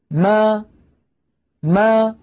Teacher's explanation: فألاحظ بأن الشفتين تكونا ملتصقتان أو ملتصقتين ثم تبتعدان عن بعضهما ما، ويصاحب ذلك مخرج أصل الفتحة أي مخرج الألف ما. · Term: ميما مفتوحة